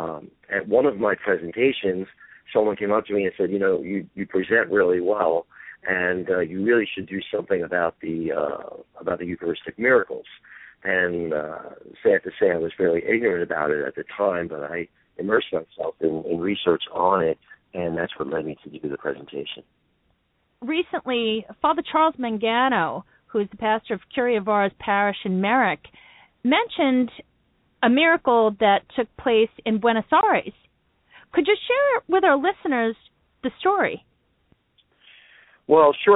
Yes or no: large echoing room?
no